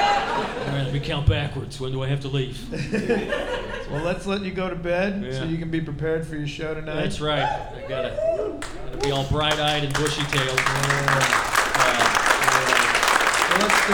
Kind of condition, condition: setting, live audience